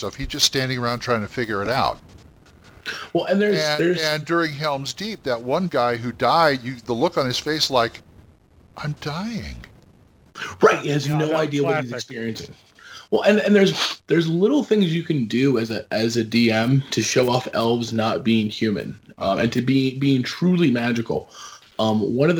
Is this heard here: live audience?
no